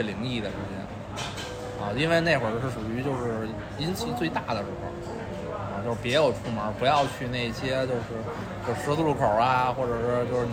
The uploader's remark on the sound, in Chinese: 这期节目是在餐厅录制的，底噪比较大，望大家海涵。